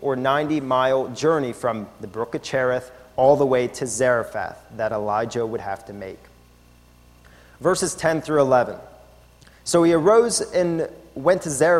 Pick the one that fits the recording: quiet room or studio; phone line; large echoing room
large echoing room